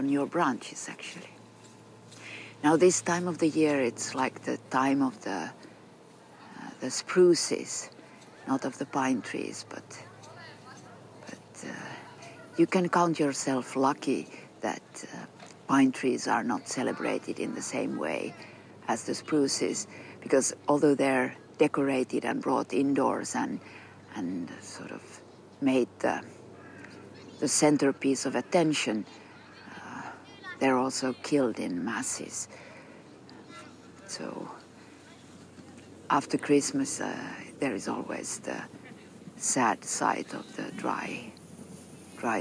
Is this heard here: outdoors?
yes